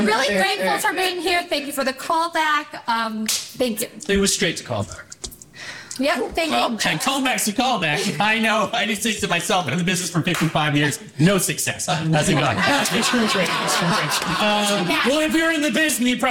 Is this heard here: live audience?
yes